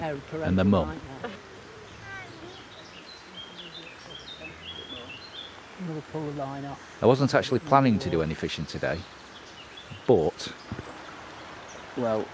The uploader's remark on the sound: A charming ramble along Derbyshire's River Govt